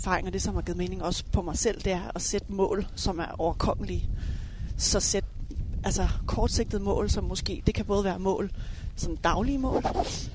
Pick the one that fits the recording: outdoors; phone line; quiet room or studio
outdoors